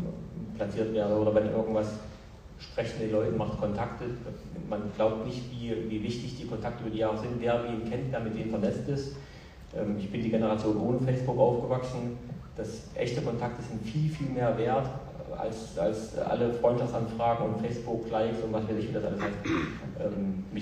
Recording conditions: poor microphone